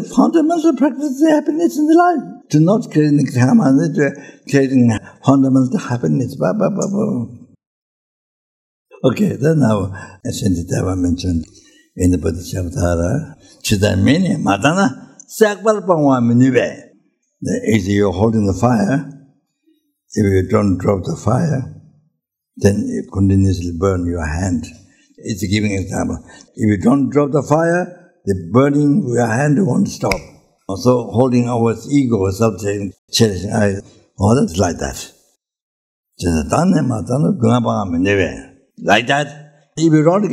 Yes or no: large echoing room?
yes